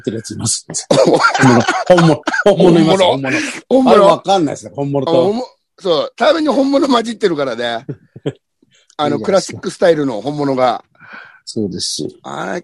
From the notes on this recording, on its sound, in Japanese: ZOOMで収録